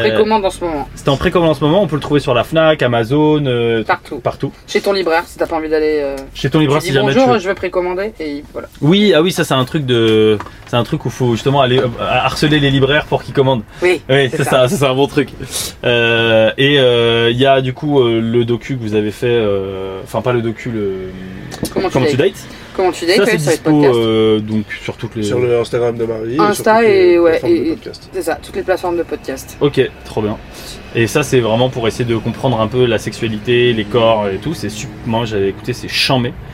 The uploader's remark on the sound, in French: en direct du van